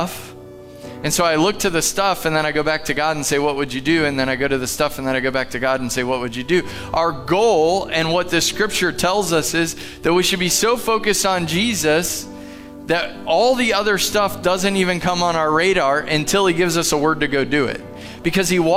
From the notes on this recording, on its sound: Live from The Summit Church in Dover, OH.